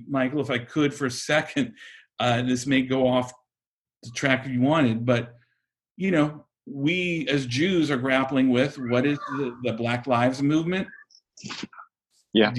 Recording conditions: video call